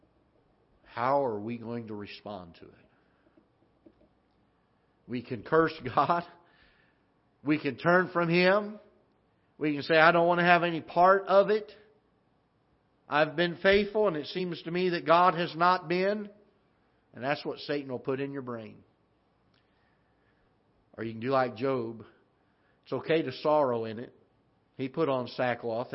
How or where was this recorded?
large echoing room